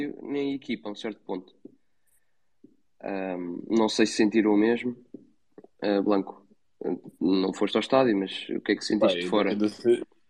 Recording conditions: video call